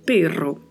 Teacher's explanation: o R tem um vibrato, então precisamos pronunciar perro, sendo que a letra E pronuncia-se com som de E e o O também mais fechado